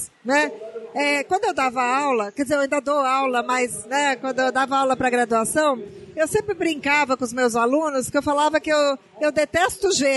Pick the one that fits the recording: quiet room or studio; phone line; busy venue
busy venue